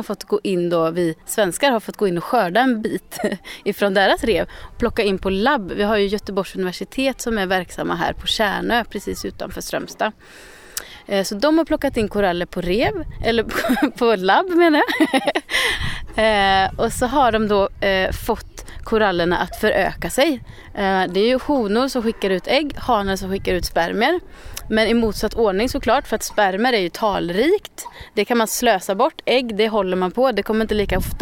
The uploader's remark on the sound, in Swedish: Live från Kosterhavets nationalpark